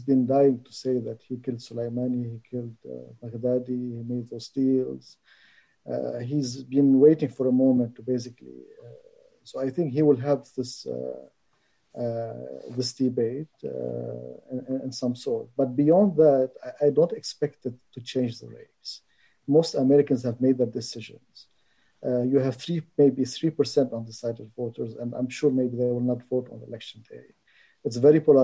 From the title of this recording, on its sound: The New Arab Webinar Series